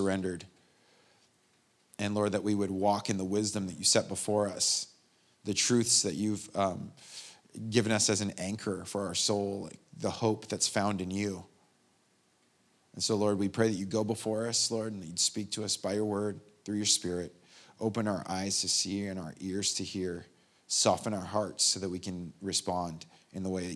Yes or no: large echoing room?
yes